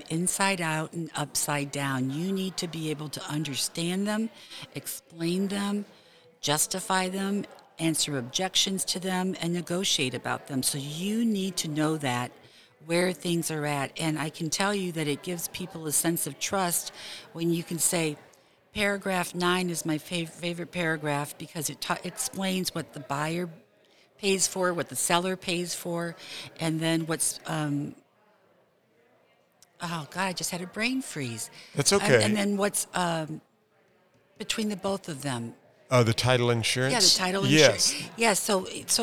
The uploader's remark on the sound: We are at the Missouri Realtors® Hybrid April Business Conference